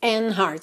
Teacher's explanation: você pode não pronunciar o D de and. Como consoante oclusiva, ela poderia aparecer mais, menos ou nada, né?